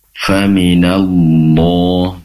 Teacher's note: Pastikan keluarnya itu dari keluarnya huruf lam ya, karena huruf lam itu berasal dari tepi lidah, bagian dari busur lidah nempel ke langit-langit. Maksudnya untuk melafadzkan huruf lam itu perlu memastikan lidah yang bagian depannya, pas ya, lidah atasnya bagian depan sama bagian depan dan sampingnya itu nempelnya ke langit-langit.